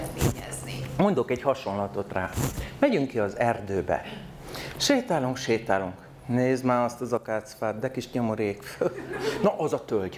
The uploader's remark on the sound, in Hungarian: A fantasztikus közönségnek, hogy megtöltötték a teret, az Apolló mozinak, hogy otthont adott az ÉNIDŐ - A LÉLEKTÉR LIVE beszélgetésnek.